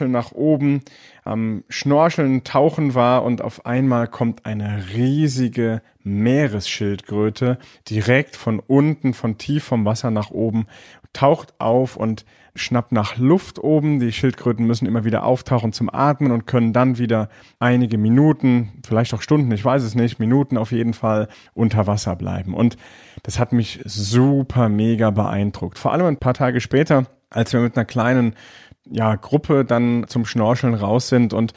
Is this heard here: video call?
no